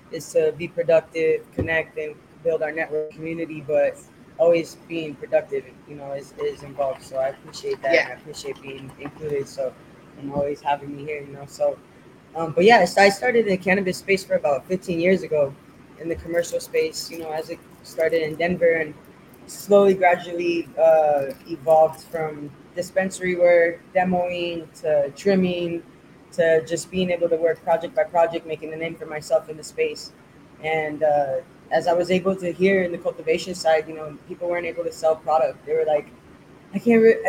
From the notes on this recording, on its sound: Live from Shisha Leafa